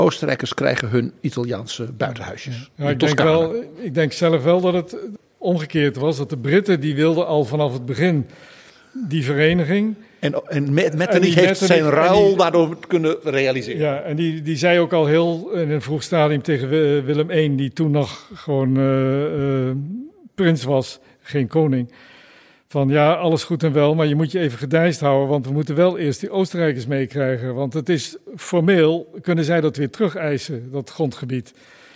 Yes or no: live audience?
yes